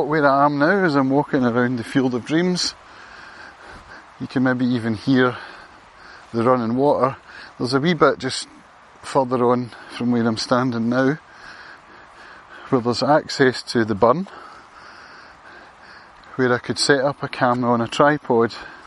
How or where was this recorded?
outdoors